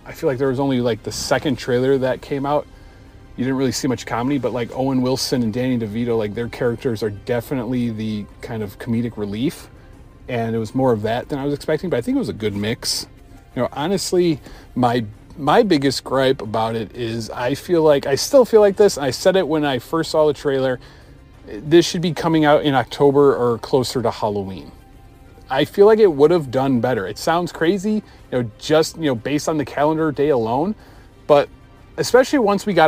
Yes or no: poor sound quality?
no